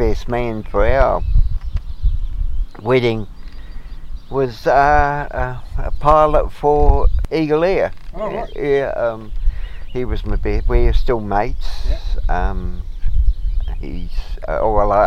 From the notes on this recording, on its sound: Sat in the sunshine chatting. Called into Cambridge on his way home.